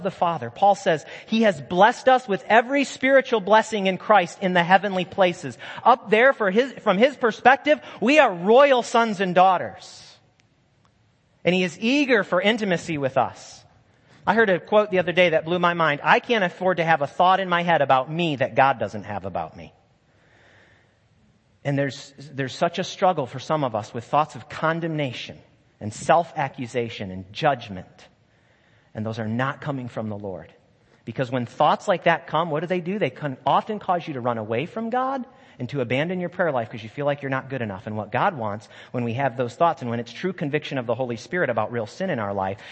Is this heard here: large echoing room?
yes